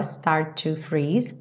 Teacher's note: Novamente o som de um T só